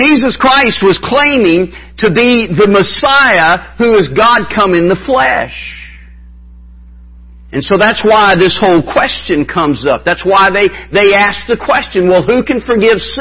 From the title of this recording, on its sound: Wednesday Evening Revival Service